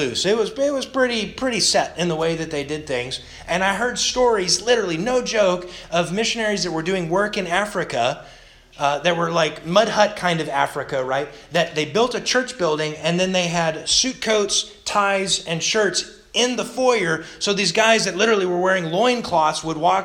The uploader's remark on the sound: Sermon delivered August 15th, 2021 to the Galena Bible Church